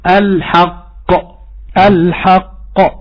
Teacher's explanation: هذه القاف مشددة وموقوف عليها، فهي في أقوى ما تكون القلقلة